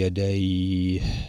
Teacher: عندما وقفنا على يديه مد الياء هنا مدا طويلا · Term: المد العارض للسكون